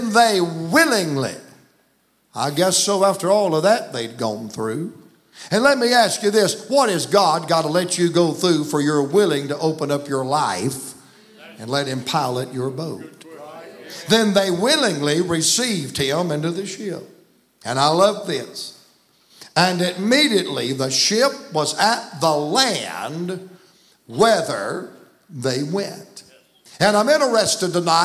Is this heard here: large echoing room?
yes